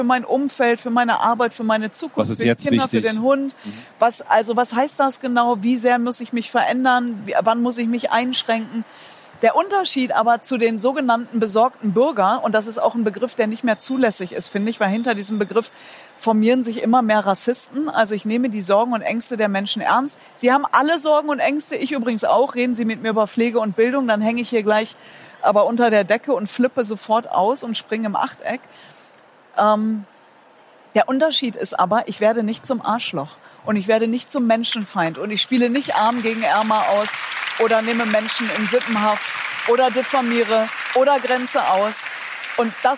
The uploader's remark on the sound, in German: Live auf dem Female Future Force Day in Berlin interviewt. Publikum in Berlin.